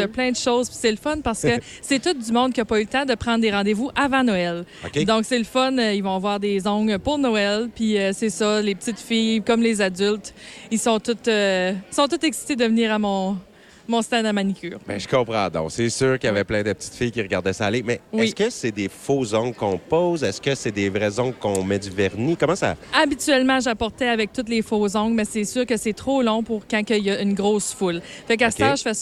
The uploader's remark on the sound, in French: en direct du marché de Noël de l'école Marie-Gaétane de Kedgwick